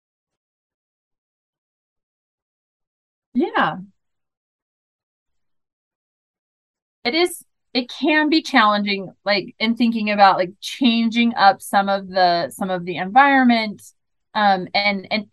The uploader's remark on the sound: this is the audio from the webinar.